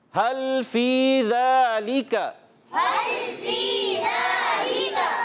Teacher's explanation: اور فی یا مدہ ایک الف کھینچ کر ادا کریں گے